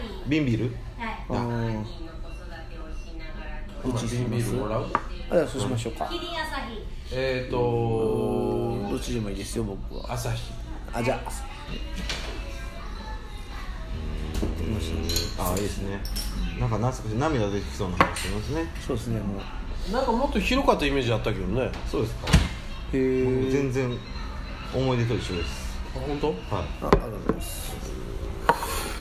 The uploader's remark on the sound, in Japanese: RECORD(お店)より